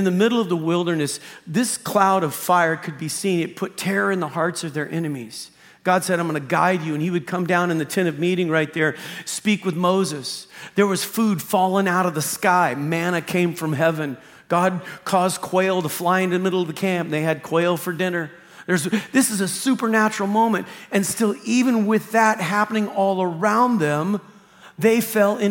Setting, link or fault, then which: setting, large echoing room